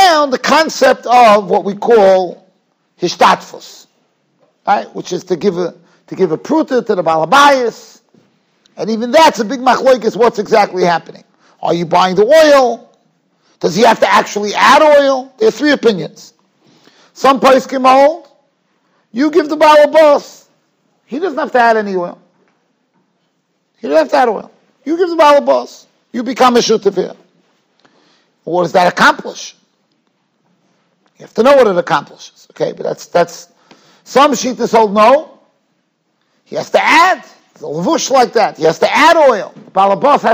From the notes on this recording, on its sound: Shiur recorded in Yeshivas Ohr Reuven, Monsey, NY.